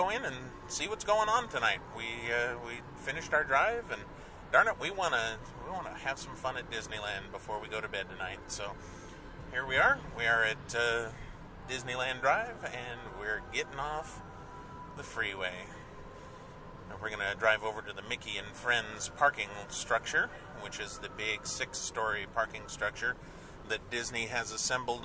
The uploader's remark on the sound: ALMOST LIVE from Disneyland! Take you on a quick trip into the park on the evening of their arrival in Anaheim. This guerilla podcast takes you from the freeways of Southern California, to one of Disneyland's Major E-Ticket attractions. STEREO.